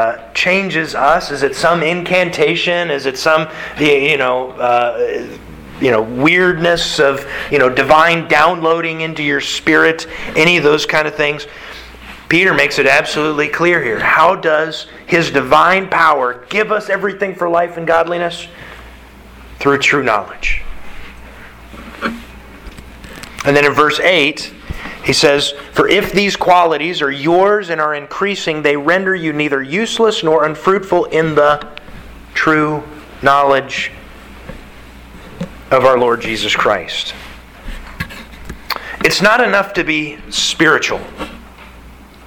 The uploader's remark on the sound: Sermon delivered to the Galena Bible Church